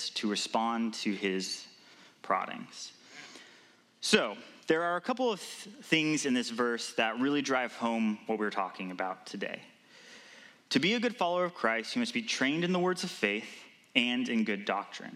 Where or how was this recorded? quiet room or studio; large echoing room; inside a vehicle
large echoing room